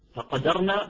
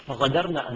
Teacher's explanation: تخيل الآن هو قرأها بلهجته بالغين، فقدرنا فتغير المعنى، أصبح فغدرنا · Shown in: second take